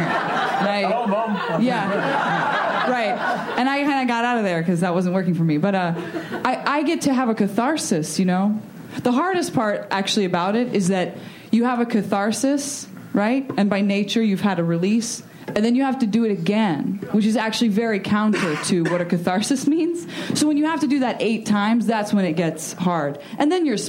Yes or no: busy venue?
yes